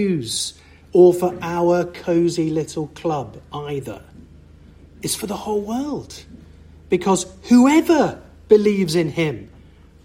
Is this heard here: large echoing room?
yes